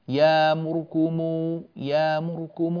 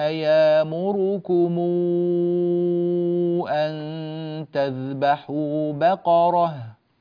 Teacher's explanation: تكون هذه الضمات كاملات، يعني لا نختلس بعض هذه الضمات · Shown in: second take